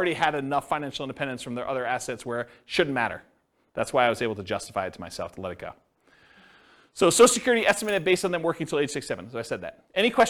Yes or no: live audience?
yes